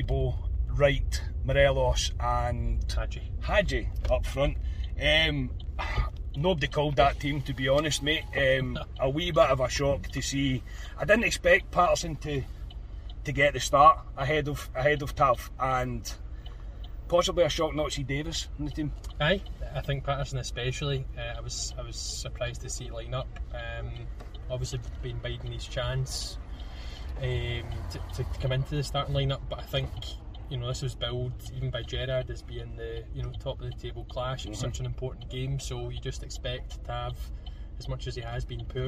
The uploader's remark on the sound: From the car outside Ibrox.